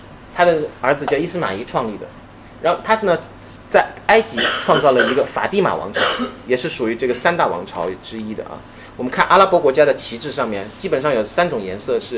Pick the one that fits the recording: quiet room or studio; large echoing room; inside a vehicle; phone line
large echoing room